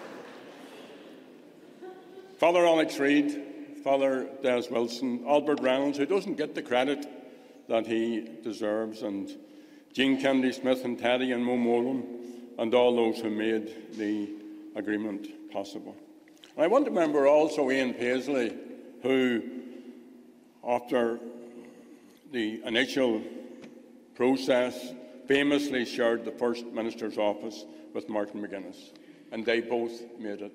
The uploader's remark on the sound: The audience also heard contributions via video. The celebration also included music performances by children from the Belfast School of Performing Arts.